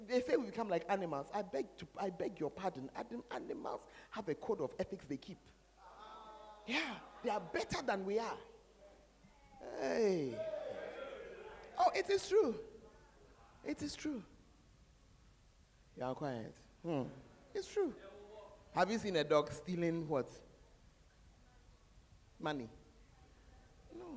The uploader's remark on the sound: Preached At The Fountain Of Life Cathedral.